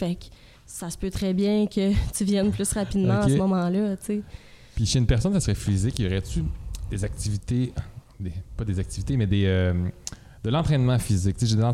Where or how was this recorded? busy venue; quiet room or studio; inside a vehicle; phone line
busy venue